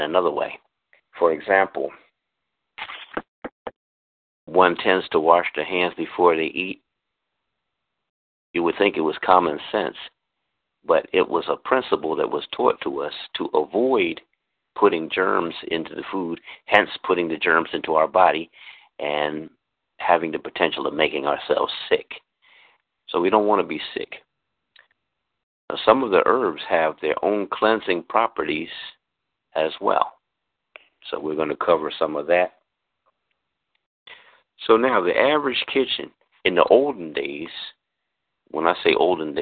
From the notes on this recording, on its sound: This free teleconference